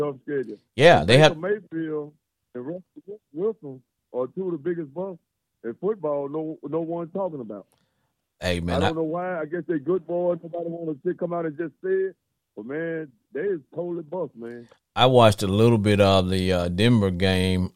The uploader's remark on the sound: Is a one hour live streaming Sports Entertainment Podcast where callers get up to 2 minutes to blow off steam. Callers in a non confrontational setting can call in live.